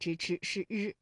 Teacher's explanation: 日呢是属于翘舌音的哈，也就是舌尖向上翘起